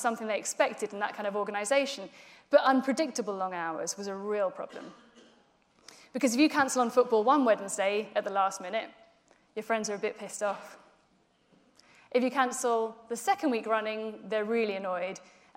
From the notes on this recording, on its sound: In this speech from Changeboard's Future Talent Conference in 2018.